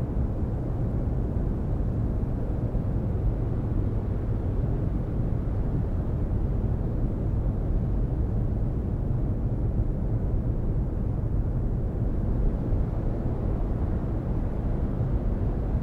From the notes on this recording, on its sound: we listen to a dawn chorus in Eastern Washington and ravens off the fog drenched shores of the Oregon coast